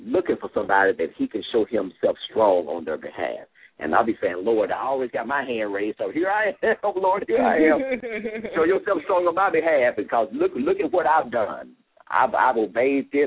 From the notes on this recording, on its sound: LML uses a progressive live call in format.